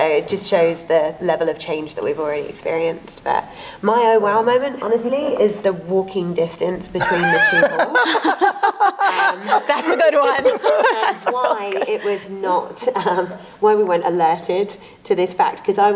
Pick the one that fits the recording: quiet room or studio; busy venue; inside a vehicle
busy venue